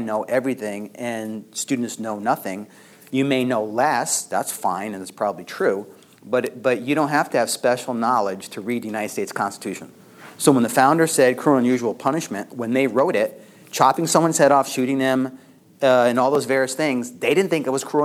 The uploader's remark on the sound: LECTURE ADUIO